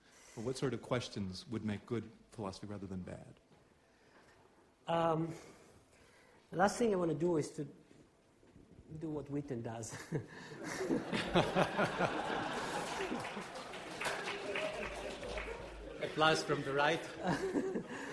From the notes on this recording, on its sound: A Sydney Ideas and Department of Philosophy event. As part of Sydney Science Festival for National Science Week.